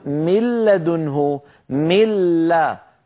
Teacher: وأدغمت اللام الساكنة في اللام المتحركة التي بعدها، فصار النطق بلام واحدة مشددة بحيث يصيران حرفا واحدا مشددا من جنس الثاني. · Term: الإدغام